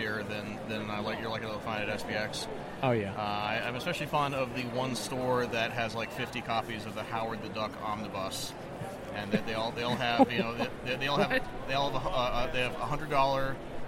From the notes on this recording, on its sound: We continue our coverage live from the floor of Awesome Con 2016!